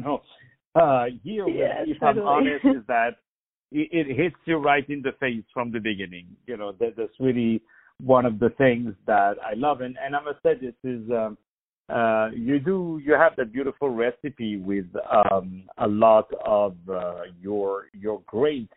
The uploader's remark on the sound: On the phone